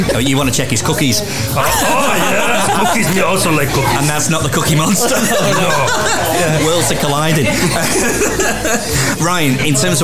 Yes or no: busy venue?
yes